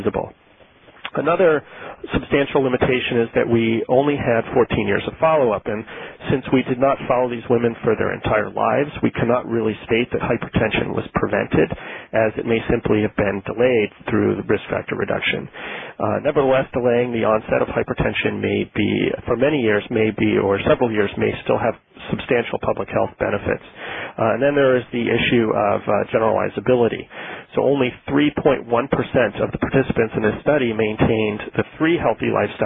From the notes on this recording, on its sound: Author in the Room® Teleconference